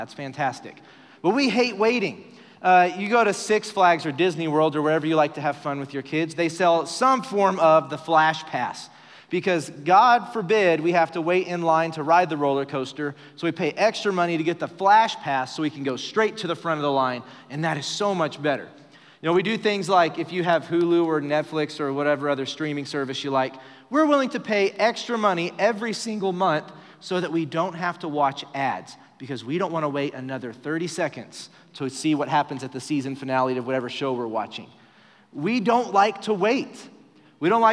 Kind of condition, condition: setting, live audience